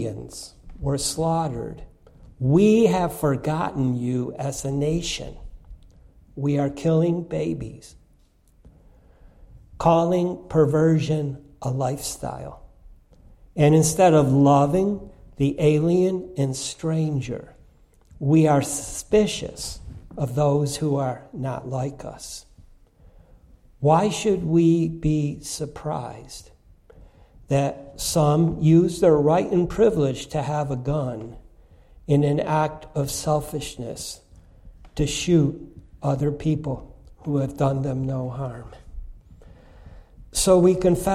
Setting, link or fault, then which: setting, large echoing room